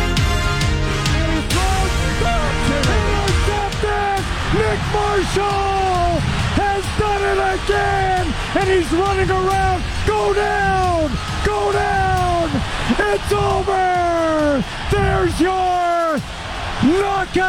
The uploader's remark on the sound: LIVE at Currie Field